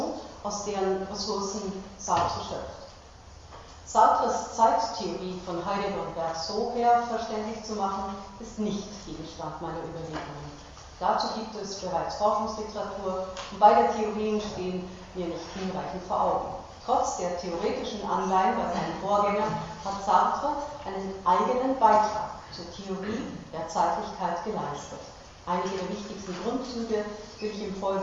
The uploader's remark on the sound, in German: Diese Vorlesung wurde von Studierenden der Uni Wien im Sommersemester 2012 aufgenommen